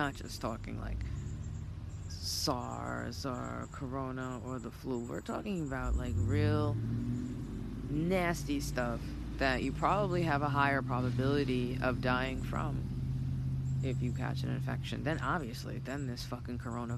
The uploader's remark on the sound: sorry for the screeching tires & traffic, it’s just what they do out here!